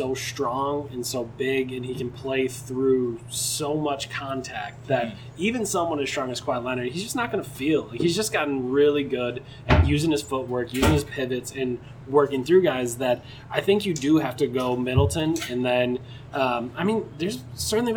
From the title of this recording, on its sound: Live! from Raptors/Bucks